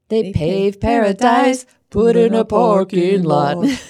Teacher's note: it is full of aspirated p sounds for practice